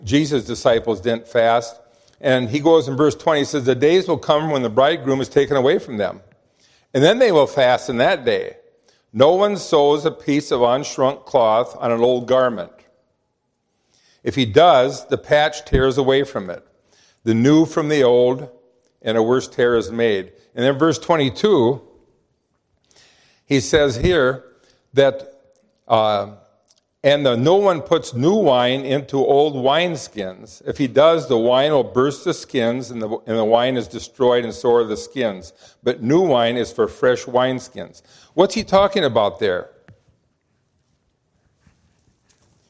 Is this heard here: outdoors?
no